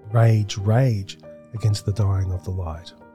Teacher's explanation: The extra stress in the first foot unbalances the line and makes it a little awkward and abrasive.